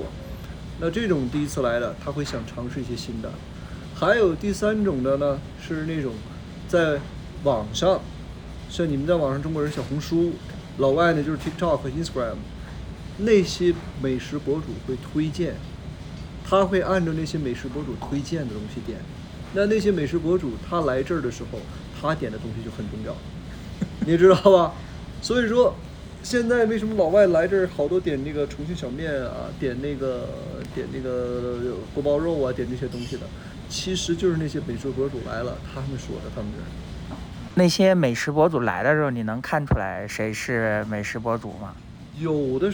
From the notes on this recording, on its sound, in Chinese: Phoenix烧烤店烟雾弥漫。我们选了一个店里人少的时候。一边录音，他也一边服务客人。